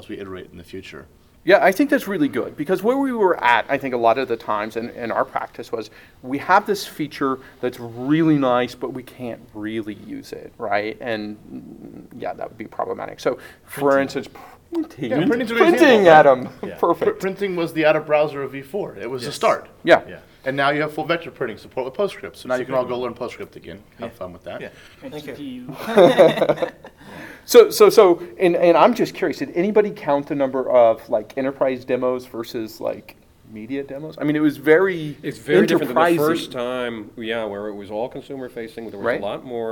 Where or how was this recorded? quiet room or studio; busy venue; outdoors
busy venue